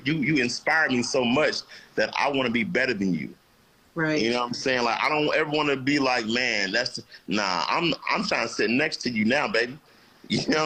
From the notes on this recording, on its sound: Instagram Live